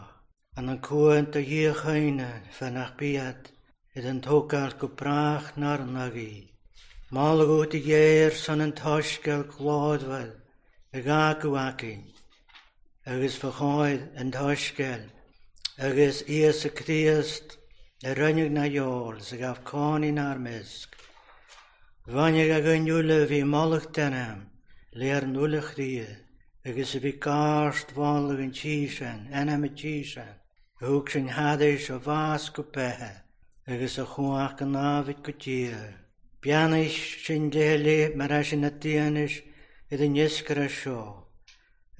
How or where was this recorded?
large echoing room